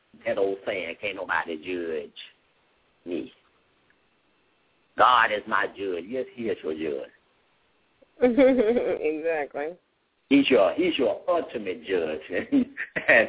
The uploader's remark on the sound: LML uses a progressive live call in format.